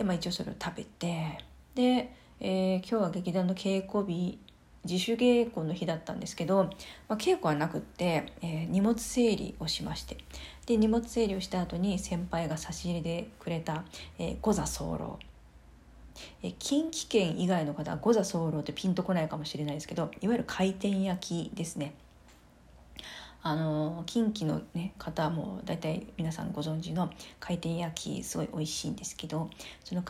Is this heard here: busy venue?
no